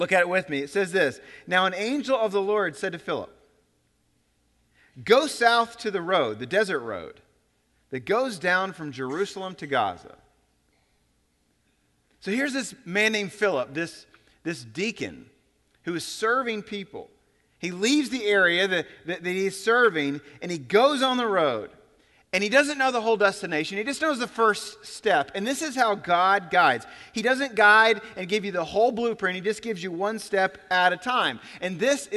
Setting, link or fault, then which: setting, large echoing room